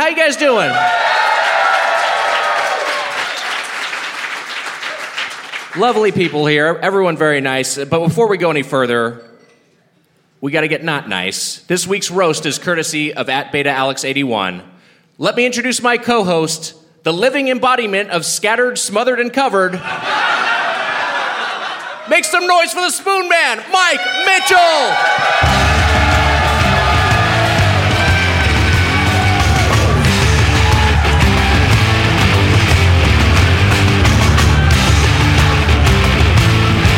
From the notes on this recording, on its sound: Recorded live at Stand Up Live Huntsville on April 10, 2019.